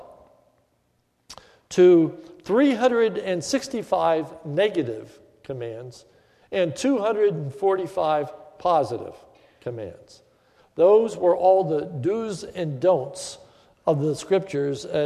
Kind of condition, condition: setting, large echoing room